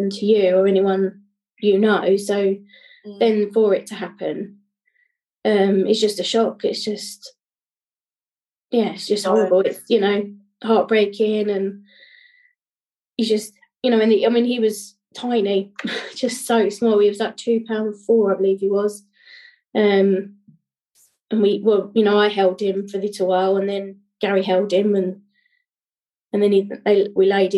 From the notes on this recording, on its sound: This episode was pre-recorded on zoom.